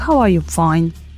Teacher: So we use falling intonation patterns.